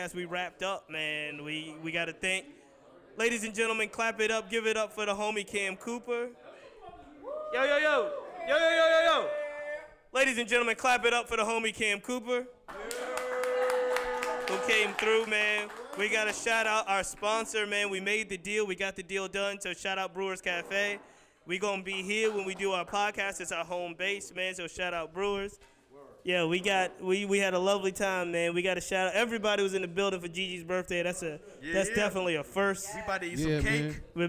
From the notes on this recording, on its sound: We record the podcast live from Brewer's Café - Richmond's best Café shop located at: 1125 Bainbridge Street, RVA.